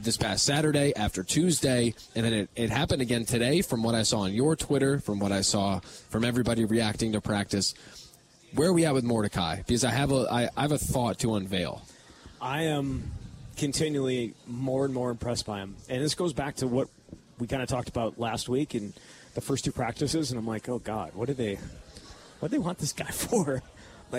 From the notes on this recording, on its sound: live at Monk's in Sun Prairie